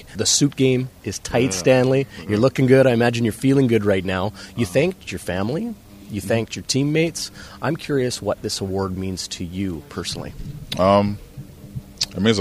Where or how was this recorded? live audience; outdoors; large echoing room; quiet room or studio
outdoors